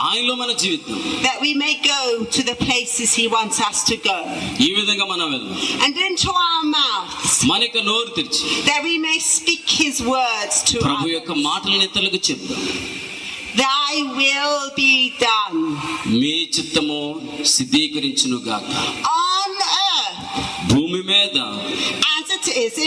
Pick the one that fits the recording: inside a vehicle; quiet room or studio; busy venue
busy venue